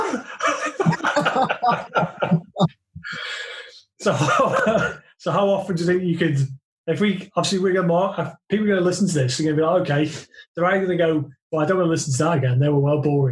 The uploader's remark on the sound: I sit down via Zoom to chat with two guys I now consider good friends. Audio wise it's a Zoom call, so that's exactly what it sounds like, it's completely workable.